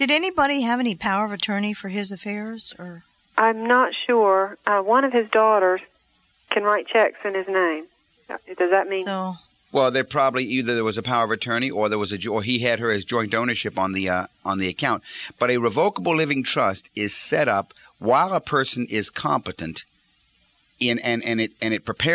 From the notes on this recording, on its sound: Financial planning call-in show.